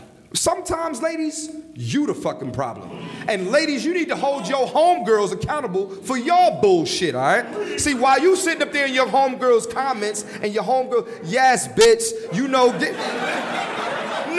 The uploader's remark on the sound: LIVE in Atlanta, Georgia.